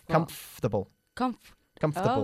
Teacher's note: Muy bien, pero no se dice comfortable, sino comfortable. Casi omitimos el sonido de OR en medio.